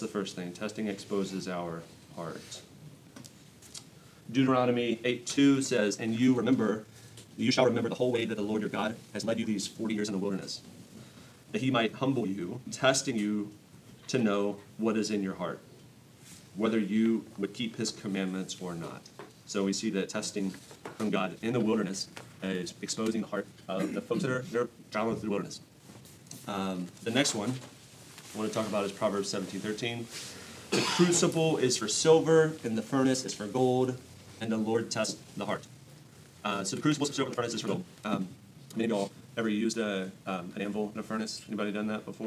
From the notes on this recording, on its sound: Recorded at Emmaus Church in Buford, GA on Wednesday, February 28, 2024.